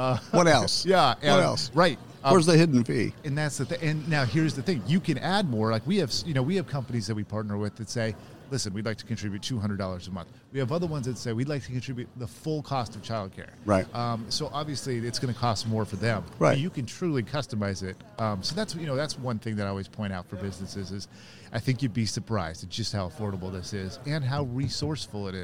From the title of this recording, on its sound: Live from SHRM 2022